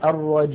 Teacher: نلاحظ أننا قلنا الرجيم، سددت الأنف الآن ولم يتغير الصوت، فنطقنا كان بياء صحيحة خالية من الغنة. أما لو قلنا الرجيم نلاحظ أن الصوت يختل بسبب سد الأنف وفتحه.